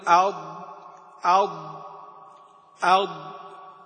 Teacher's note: امتداد الصوت من أول إحدى حافتي اللسان إلى آخرها عند النطق بالضاد . نقول أض أض أض، فاللسان أض أض أض، فهو يكون · Term: الاستطالة